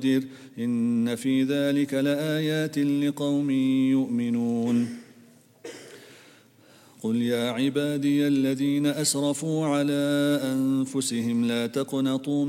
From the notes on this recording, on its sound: at the Houghton Masjid (West Street)